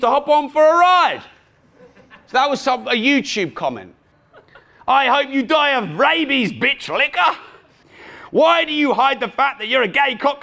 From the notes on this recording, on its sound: With insightful questions from audience members.